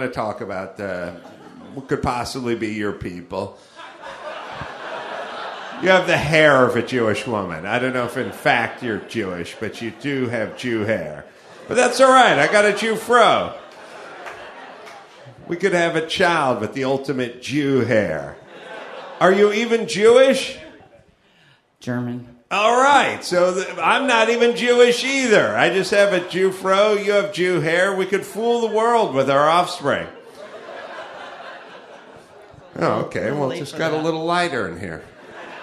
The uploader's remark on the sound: Live From Appleton, Wisconsin (ACS May 11)